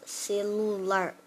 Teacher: O Lu é emitido com mais força. · Term: sílaba tônica